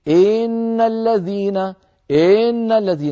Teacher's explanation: كسرة ممطوطة تكاد تكون ياء صوتا لا وجود له، أذ كسر لها زمن، إن زاد صار تمطيطا وإن نقص صار اختلاسا. · Term: التمطيط